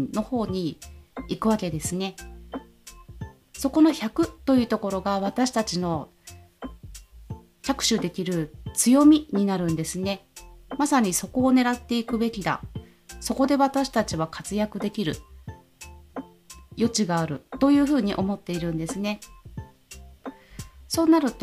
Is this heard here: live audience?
no